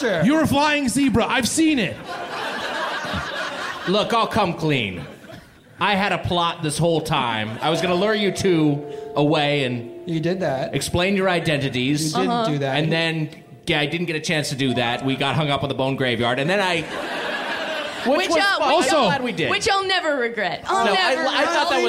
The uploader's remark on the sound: Live from Vancouver